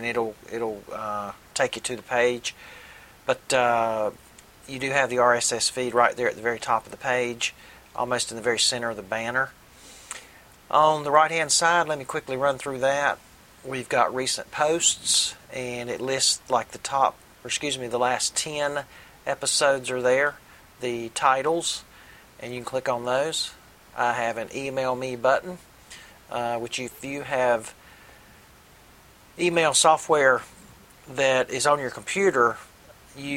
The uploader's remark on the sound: I apologize for the wind noise, but it was blustery--up to 35 mph! Snow on the ground made the run even more difficult, but we got through it. The phone ringing, being put on hold message, and put on hold music used in this episode are all provided by Freesound.org .